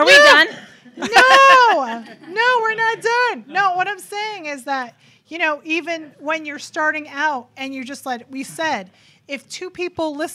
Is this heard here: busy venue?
yes